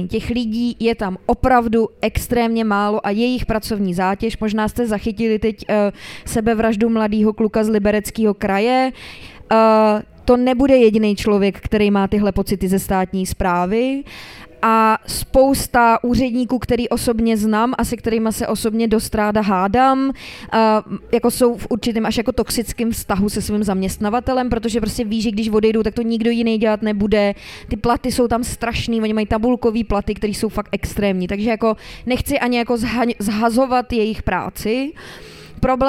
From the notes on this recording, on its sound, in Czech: Na pódiu ve festivalovém stanu